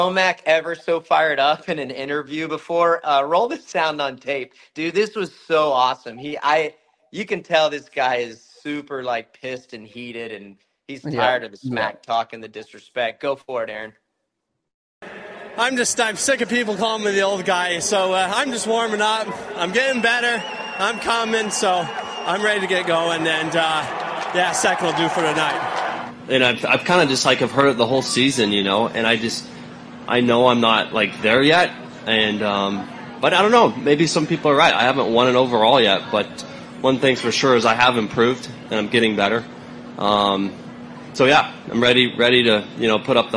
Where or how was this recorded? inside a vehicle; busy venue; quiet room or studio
busy venue